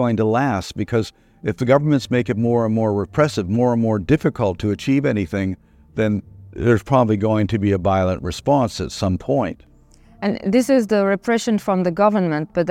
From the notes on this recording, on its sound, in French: Dans le cadre du Festival Climax. Cet épisode a été enregistré en anglais. Interview tournée pendant le festival Climax, à Darwin.